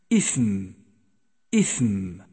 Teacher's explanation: جاء حرف الثاء مهموسا في كلمة إثم، فلا بد من جريان النفس معه عند النطق به ليكون واضحا